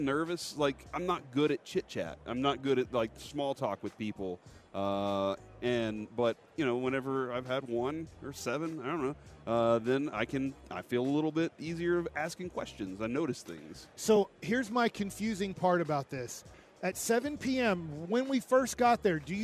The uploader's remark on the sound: LIVE from Radio Row in Las Vegas!